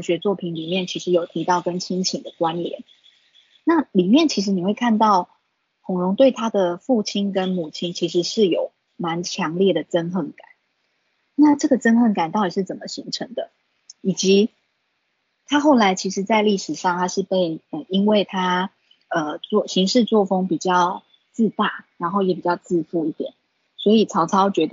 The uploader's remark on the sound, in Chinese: 講座錄音。此為線上課程錄音檔！